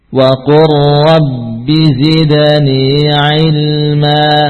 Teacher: Idghamnya sempurna, ya. Masuk ke dalam huruf ra tanpa ada sisa sifat lam